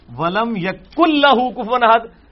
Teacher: اچھا، یہ میں نے کہا را اور لام سورہ اخلاص میں آتا ہے ولم یکل لہ کفوا احد، لیکن لکھنے میں کیا ہوتا ہے یکل لہ، آپ ذرا دیکھیے گا جا کے ولم یکل لہ کفوا احد، لیکن نون کھایا جاتا ہے کیونکہ اس کے بعد لام آ گئی ہے تو مکمل طور پہ وہ نون بیچ میں سے نکل جاتا ہے، اور یہ مکمل ادغام دو میں ہوتا ہے لام میں اور را میں.